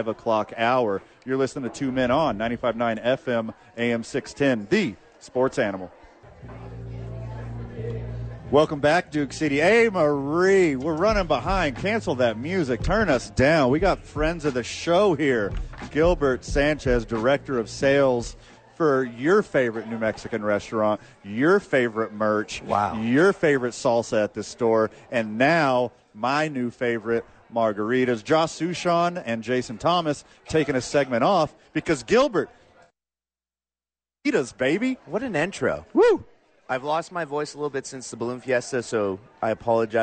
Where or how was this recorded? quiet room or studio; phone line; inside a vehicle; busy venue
busy venue